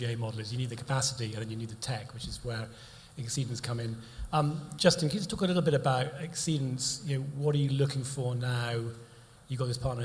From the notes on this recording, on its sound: Three more “sofa sessions” in the second extract from of our “MGA, the new frontier for Insurtech” evening event recorded live at The Steelyard London.